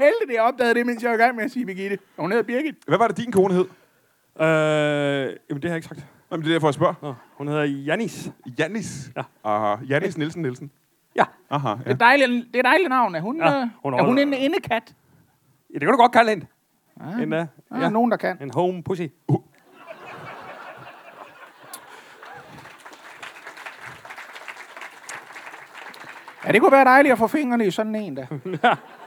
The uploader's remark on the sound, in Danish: LIVE fra Randers